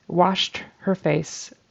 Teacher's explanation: Again, with the word washed, he turned it into two syllables and pronounced the ED. That's just a T sound, washed, because SH is unvoiced, so it turns into T, unvoiced.